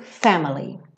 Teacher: Family é uma palavra que, tradicionalmente, tem a sílaba tônica, tem como sílaba tônica a primeira